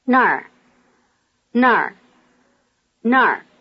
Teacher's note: Notice that the word for there...Nar is just like the word for where, nar, except that it has the falling tone instead of the low tone.